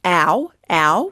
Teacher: in Australian, we said ow, ow, where we round it off with our lips. Ow, like loud.